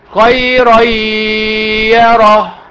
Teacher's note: خيرا، رن هتبقى ايه بقى؟ خيري، ري بدل رن تبقى ري، ري دخل النون في الياء